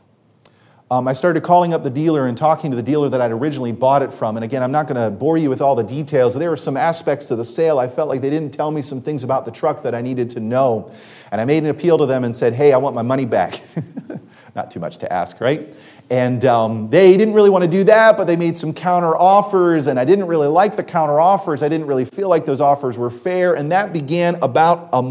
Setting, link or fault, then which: setting, large echoing room